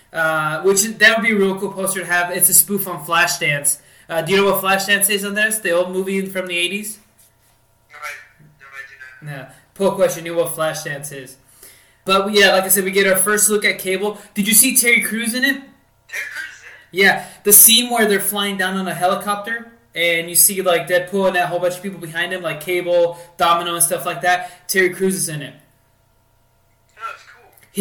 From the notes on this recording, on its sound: Also, note to self: Never record in an empty room. Sorry for the last 20 minutes of the show being cut off.